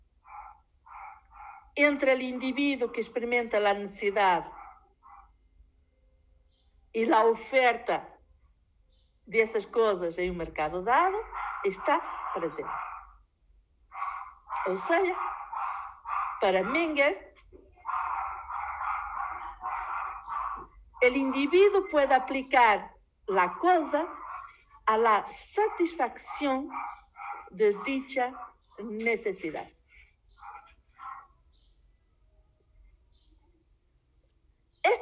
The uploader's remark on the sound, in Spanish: Grabado directamente de la clase impartida a la Secc 15, segundo semestre.FDyCS/UMSNH.